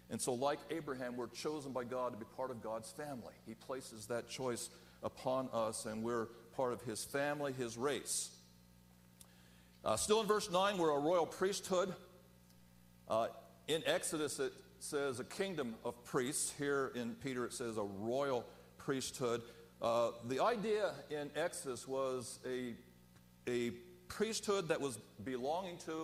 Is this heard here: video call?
no